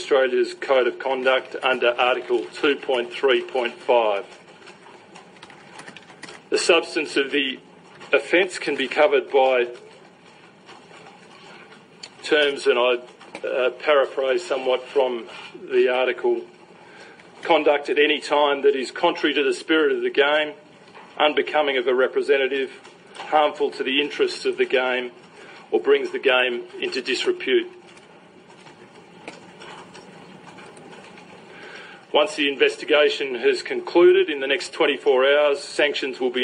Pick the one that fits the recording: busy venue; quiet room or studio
busy venue